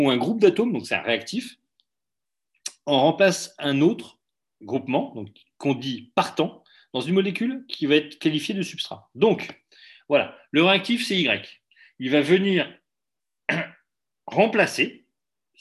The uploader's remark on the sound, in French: Diaporama commenté en cours à distance par Zoom.